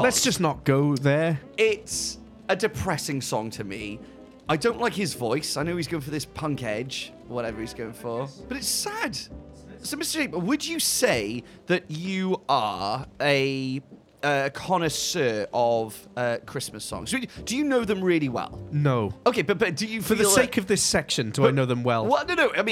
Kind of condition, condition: setting, busy venue